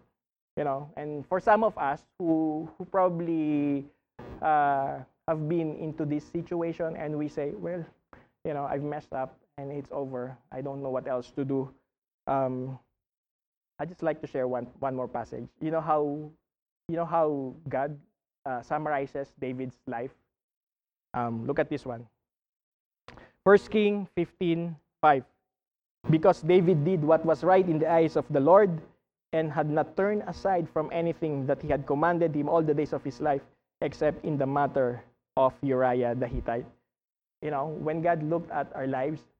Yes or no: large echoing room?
yes